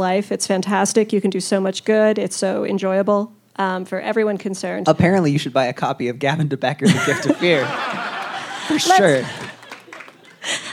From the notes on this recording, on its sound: This week finds Dear Prudence live on stage at The Soiled Dove Underground in Denver Colorado. Questions from the live audience.